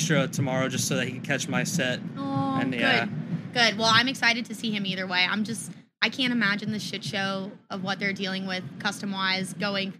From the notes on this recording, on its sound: LIVE FROM FORBIDDEN KINGDOM. This was filmed on site at Insomniac Event's festival Forbidden Kingdom.